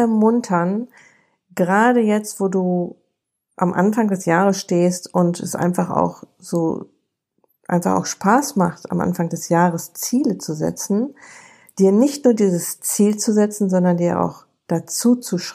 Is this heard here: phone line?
no